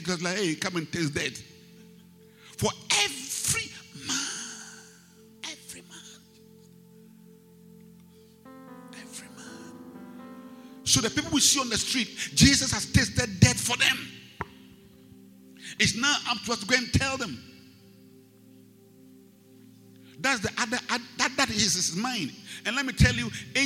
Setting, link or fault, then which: setting, large echoing room